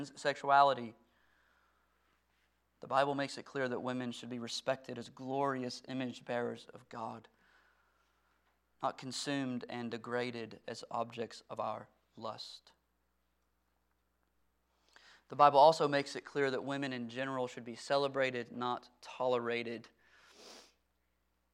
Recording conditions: large echoing room